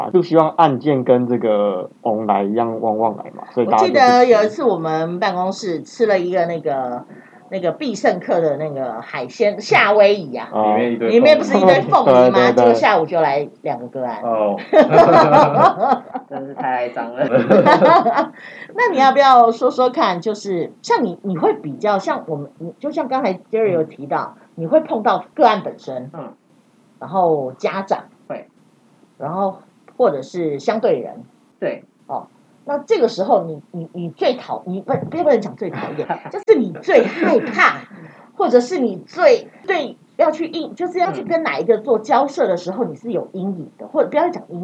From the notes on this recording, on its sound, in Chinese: 第一次嘗試變聲技術，加上錄音當天大雨磅礡，音質欠佳敬請見諒。